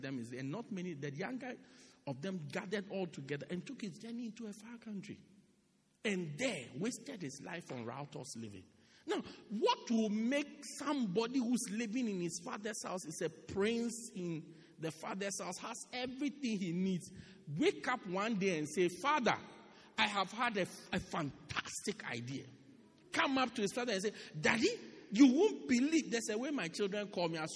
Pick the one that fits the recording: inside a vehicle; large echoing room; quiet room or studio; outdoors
large echoing room